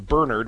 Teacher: I got into the habit of saying Bernard, putting the accent on the first syllable